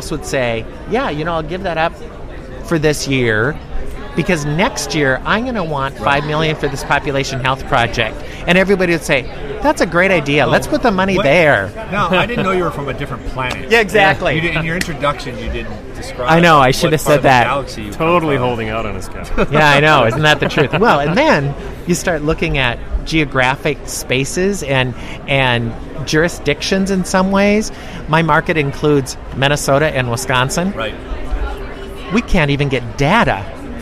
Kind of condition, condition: setting, busy venue